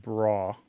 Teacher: the Scots will often do it without the V sound. It's more like braw.